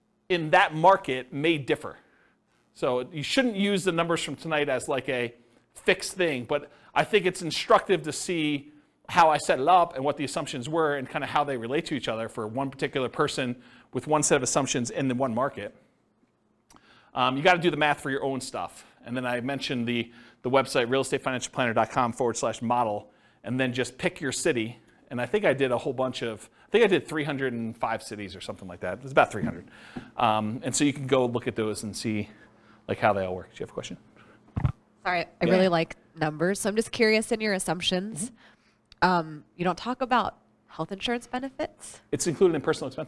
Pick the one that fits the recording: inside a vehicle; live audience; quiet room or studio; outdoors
live audience